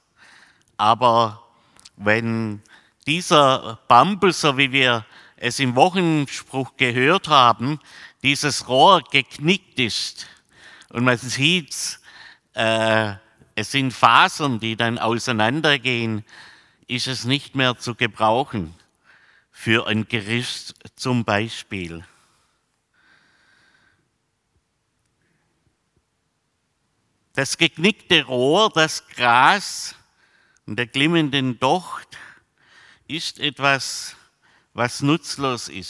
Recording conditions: large echoing room